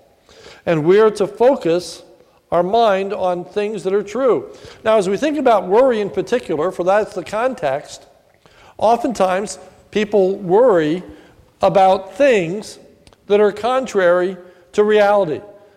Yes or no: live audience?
yes